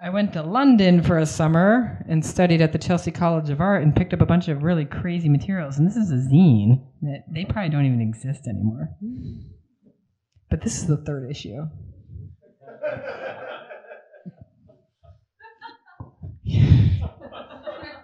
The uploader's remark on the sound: It’s right here at LIC Reading Series. Recorded with a live audience in the cozy carriage house of a classic pub in Long Island City, Queens, New York.